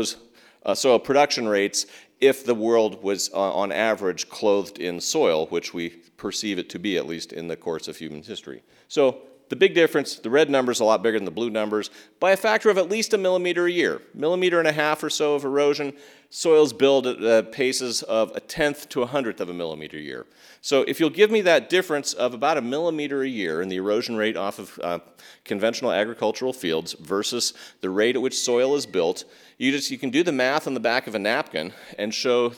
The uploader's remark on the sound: at Town Hall Seattle